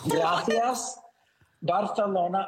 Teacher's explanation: everything that's got an S sound has a TH sound to it now. · Term: lisp